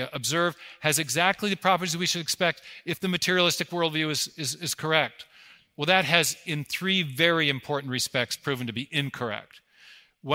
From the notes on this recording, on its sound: 2023 Dallas Conference on Science and Faith